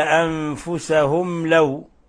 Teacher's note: ميم ساكنة جاء بعدها حرف اللام الحكم التجويدي إظهار شفوي لأن اللام من حروف الإظهار 26 حرف أحد حروف 26 حرف